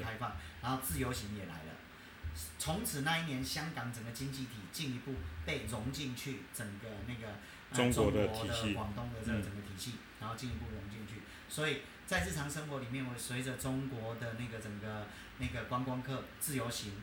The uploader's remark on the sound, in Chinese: 收音有一點點小狀況